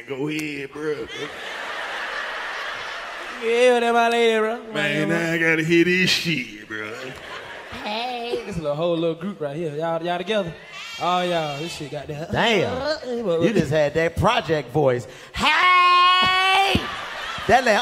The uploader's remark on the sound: Live From The Nashville Comedy Festival